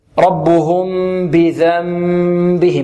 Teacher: وإقلاب. هنا النون الساكنة تنقلب ميم ثم تخفى الميم ماذا؟ عند الباء. ربهم بذنبهم بدون كز الشفتين، بذنبهم فسوها. · Term: الإقلاب